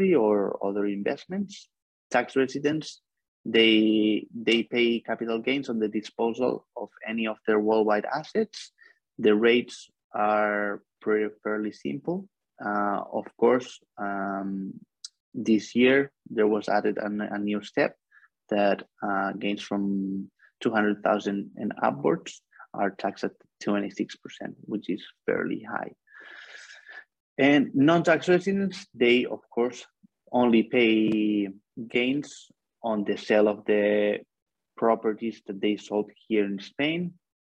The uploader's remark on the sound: For those joining us on Zoom